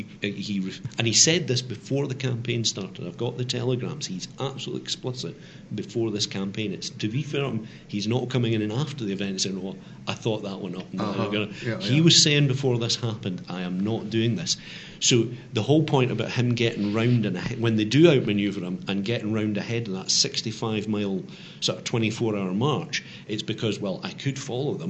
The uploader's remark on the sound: We take our microphones to the 2019 Western Writers of America convention June 19-22.